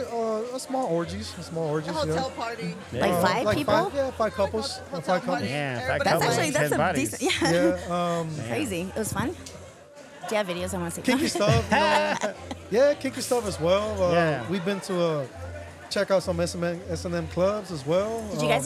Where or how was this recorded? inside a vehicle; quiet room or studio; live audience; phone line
live audience